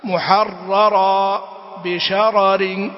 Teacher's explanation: فينتبه إلى ذلك ألا يبادر اللسان إلى الإدغام وتظهر الراء